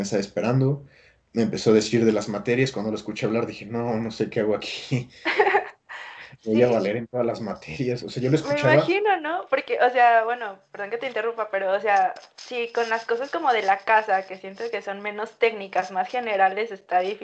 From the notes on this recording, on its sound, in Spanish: La cuarentena nos encarceló pero Skype nos hizo libres